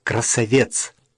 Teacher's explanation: делая ударение на последнем слоге, получалось «красавец»